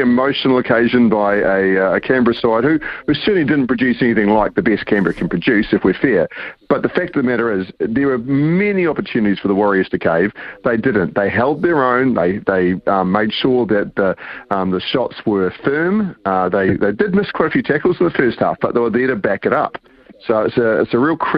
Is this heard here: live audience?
no